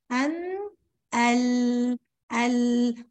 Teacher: اسحبي لسانك شوية للخلف في اللام وانشري الصوت لغاية السن الضاحك اللي حكينا عنه، أن ال ال، وهيساعدك ابتسامة بسيطة كده وفتح بين الشفتين هيجيبي معاكي صوت اللام صحيح.